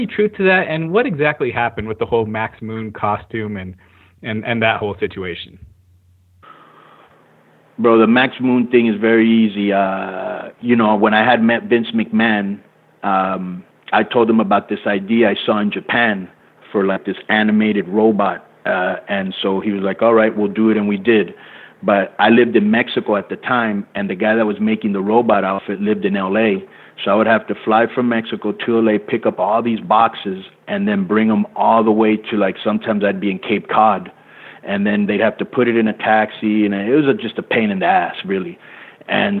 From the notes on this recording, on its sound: the full audio from the September 20, 2017 GFW Media Call